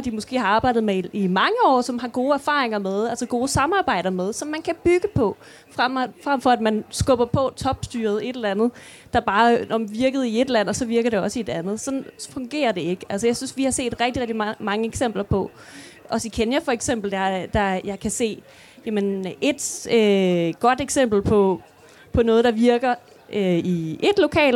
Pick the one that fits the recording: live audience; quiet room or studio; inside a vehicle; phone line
live audience